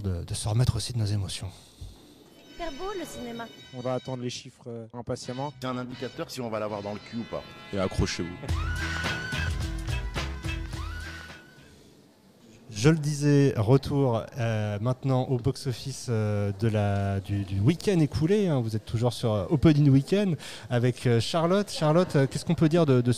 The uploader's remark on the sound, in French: Episode enregistré au cinéma L'Arlequin (Dulac Cinémas)